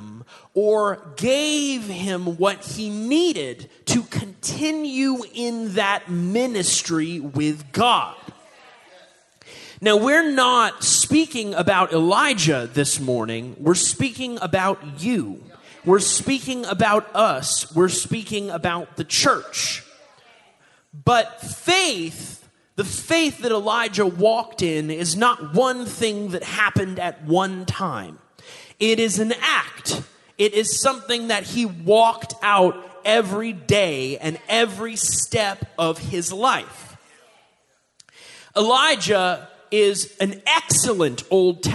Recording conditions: large echoing room